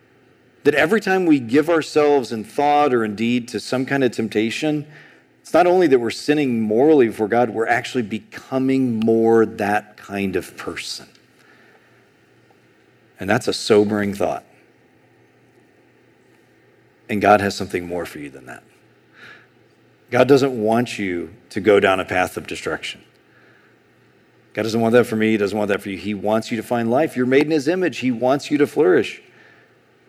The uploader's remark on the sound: A sermon on Exodus 6:28-7:13 preached at Sojourn East in July 2023.